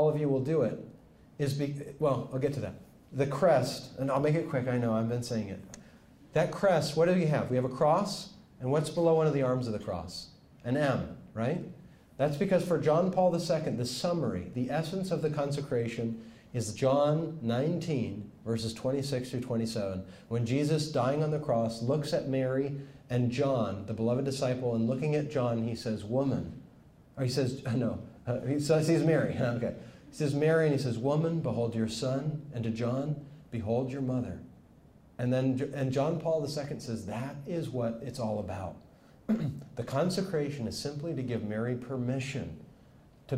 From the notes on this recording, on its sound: Speaks to Franciscan University students.